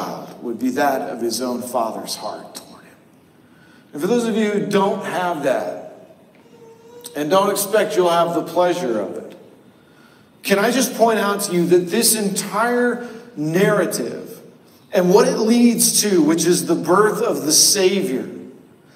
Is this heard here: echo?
yes